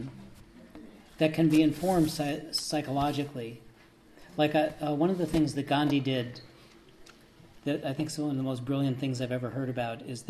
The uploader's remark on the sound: This lecture was an interactive dialogue